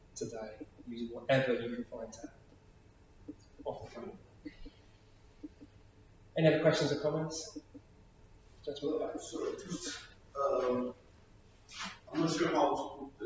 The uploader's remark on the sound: Audio from a seminar hosted by Premier at the National Parliamentary Prayer Breakfast 2023 in the Houses of Parliament